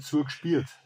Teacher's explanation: Bleiben wir aber zunächst noch bei den Gemeinsamkeiten aller Mittelbayern. Nicht nur das L, sondern auch das R wird vokalisiert.